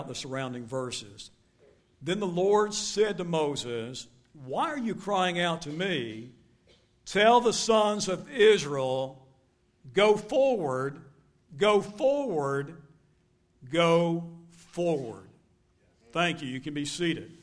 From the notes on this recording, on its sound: Recorded live at Shindler Drive Baptist Church.